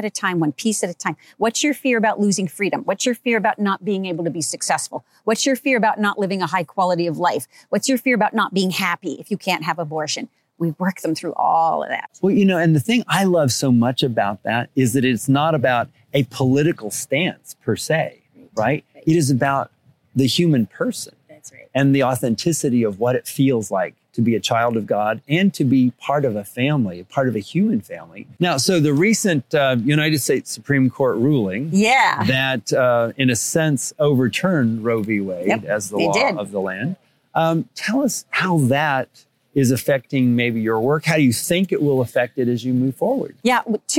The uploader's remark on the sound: conversation at the Annual Napa Institute Conference in Napa Valley California